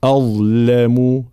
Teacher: أظلم ترقيق الهمزة، تفخيم الظاء وهي ظاء مشالة مخرجها طرف اللسان مع أطراف الثنايا العليا